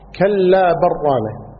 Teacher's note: قراءة ثانية بالإدغام، كلا برانة، يعني اللام تؤكل